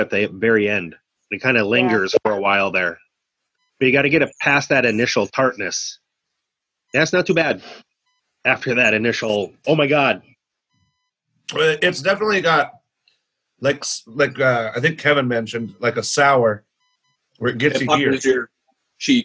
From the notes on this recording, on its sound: another Zoom episode of Brews, Booze, & Reviews